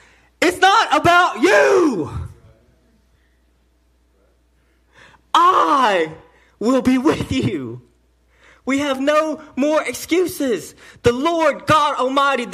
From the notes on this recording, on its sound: message delivered to Cottondale Baptist Church in Eastman, GA on 10/14/18